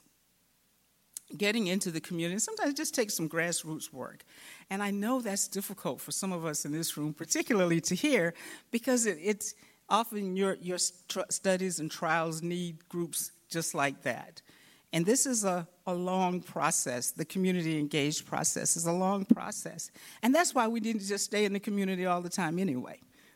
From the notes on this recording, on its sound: In this session recorded at CRAACO 2022.